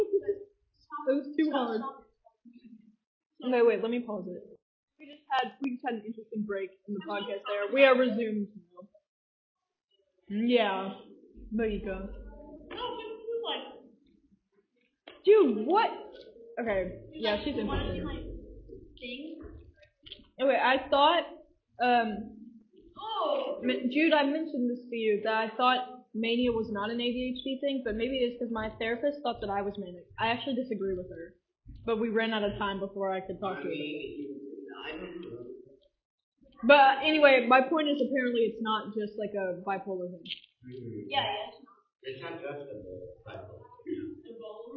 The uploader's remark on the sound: Apologies for the awful mic quality for the first few minutes, it does get better.